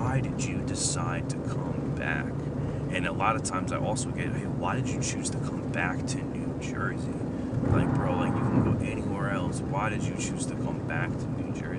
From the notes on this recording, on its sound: Please excuse the background noise.